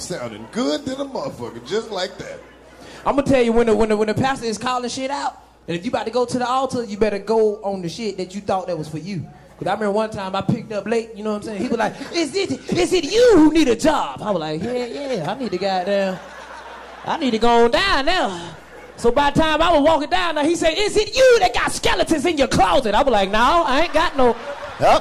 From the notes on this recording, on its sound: Live from the House of Blues Houston!